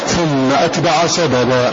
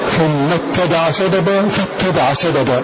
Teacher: فالباقون قرأوا بوصل همزة في ثم شددوا هذه التاء · Shown in: second take · Term: بالتشديد